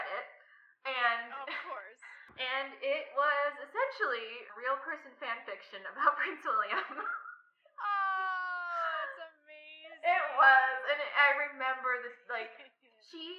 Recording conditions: poor sound quality